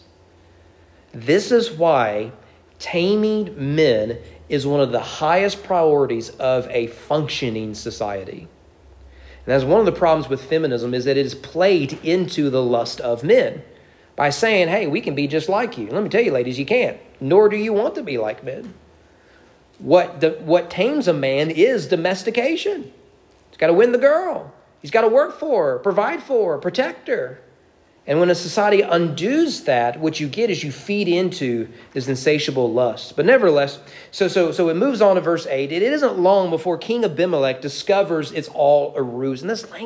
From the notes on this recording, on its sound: Sermon preached at East Frankfort Baptist Church